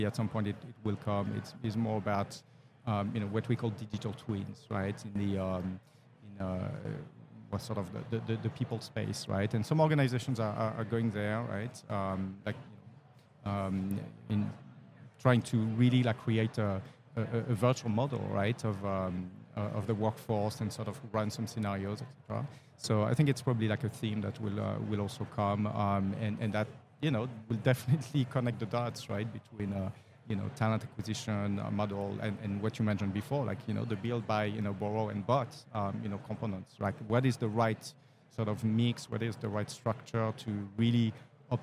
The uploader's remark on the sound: Live at the HR tech 2022 conference